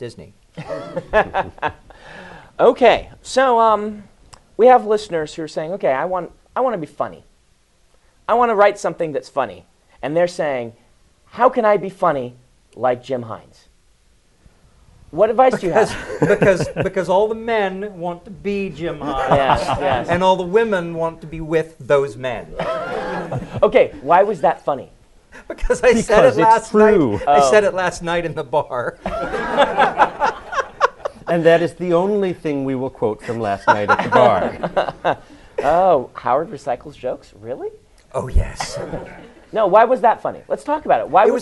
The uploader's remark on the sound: in front of a live audience at Penguicon